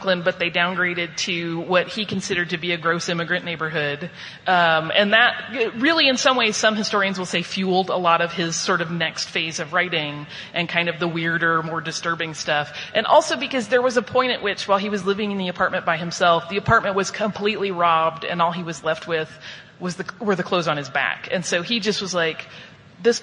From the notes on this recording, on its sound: Live From Salt Lake Comic Con FanX.